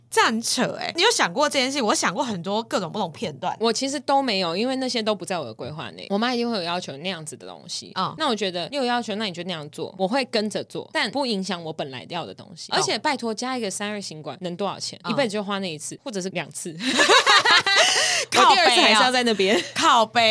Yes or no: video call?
no